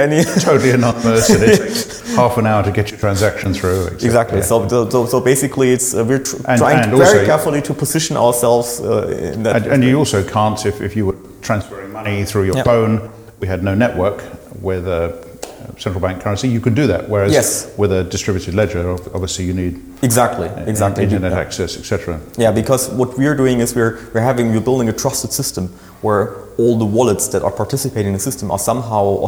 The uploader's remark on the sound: This interview was recorded at GOTO Amsterdam for GOTO Unscripted.